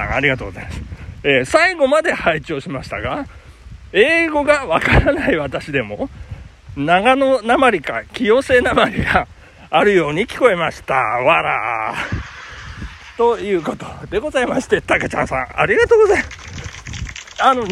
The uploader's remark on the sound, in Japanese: 朝ラン19℃。雨の中での収録。